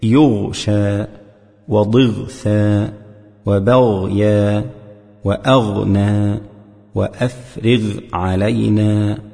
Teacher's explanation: وكذلك أمر بالحرص على بيان الغين الساكنة من المغضوب، ومثل ذلك يغشى وضغثى وبغيا وأغنى وأفرغ علينا، وعلل ذلك في التمهيد إظهار الغين الساكنة عند الشين من يغشى لئلا يقرب من لفظ الخاء لاشتراكهما في الهمس والرخاوة